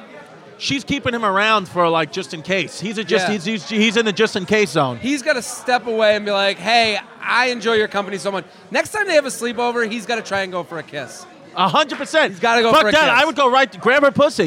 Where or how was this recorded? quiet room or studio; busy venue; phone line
busy venue